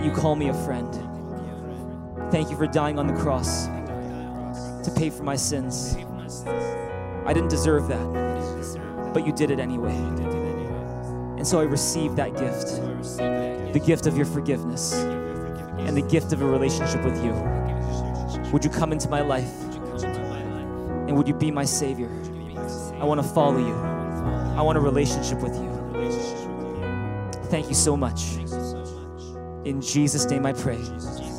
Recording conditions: large echoing room